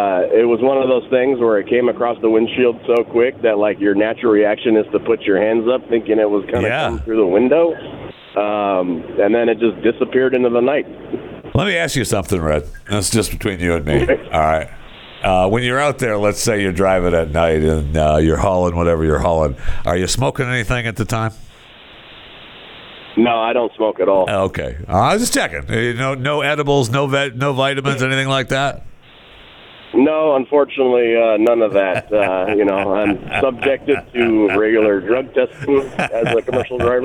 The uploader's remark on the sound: Truckers from around the nation called